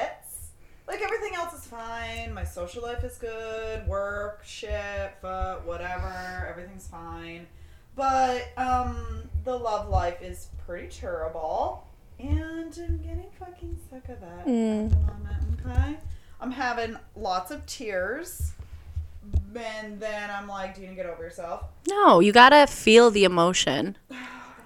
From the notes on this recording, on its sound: Guys our microphones will get better.